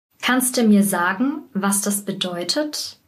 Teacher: Kannst du wird zu kannste und sagen wird zu sagen, sagen.